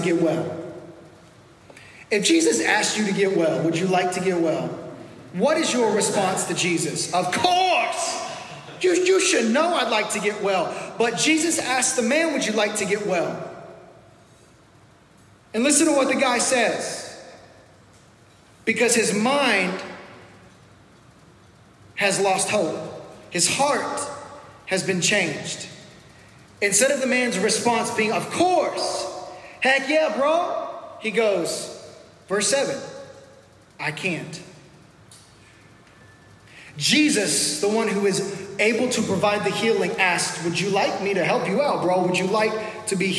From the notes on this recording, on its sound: This message was recorded live at our first pop up service.